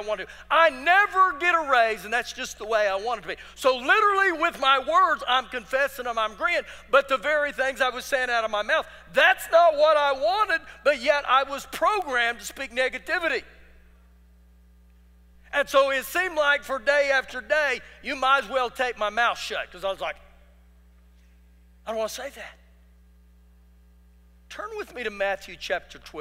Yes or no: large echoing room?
yes